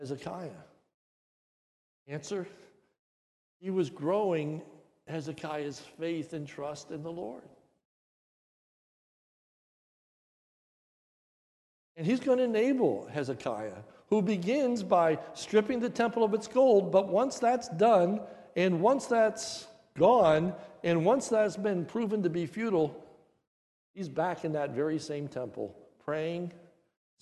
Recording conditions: large echoing room